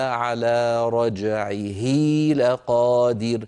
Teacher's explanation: فنطول الكسرة إلى أن يتولد منها تلك الياء · Term: مد الصلة